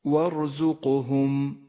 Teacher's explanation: الراء مفخمة والزاي مرققة والقاف مفخمة والهاء والميم حرفان مرققان · Term: صفات الحروف